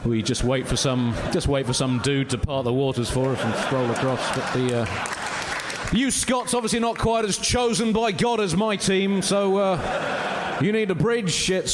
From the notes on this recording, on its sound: Recorded live at New Town Theatre in Edinburgh.